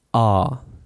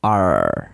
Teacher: Remember that in British English, when you speak with a British accent, you don't pronounce post-vocalic R. · Shown in: first take · La R, cuando va después de una vocal, no la pronunciamos en cuando es un acento británico normalmente.